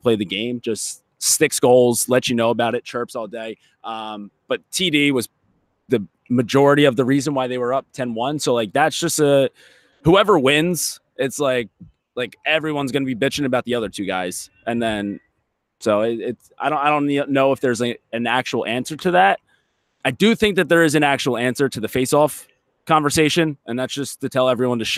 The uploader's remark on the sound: live from the field